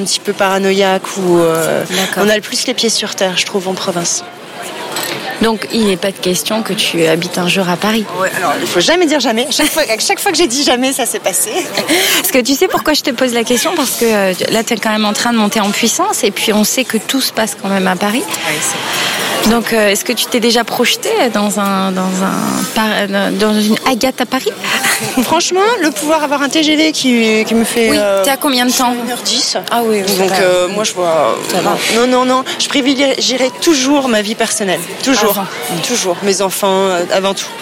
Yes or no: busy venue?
yes